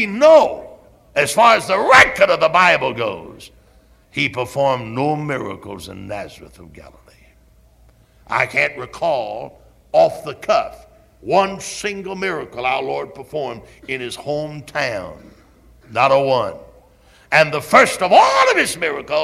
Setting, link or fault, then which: setting, large echoing room